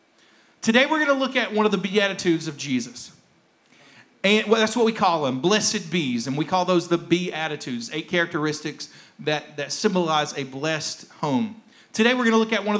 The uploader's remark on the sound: rebroadcast of our service